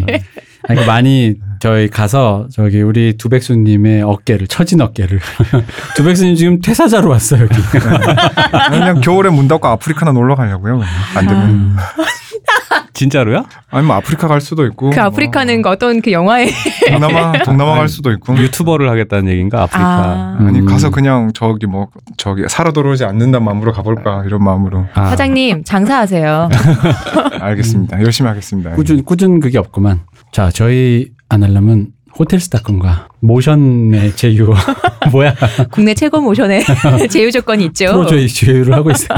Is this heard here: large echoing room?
no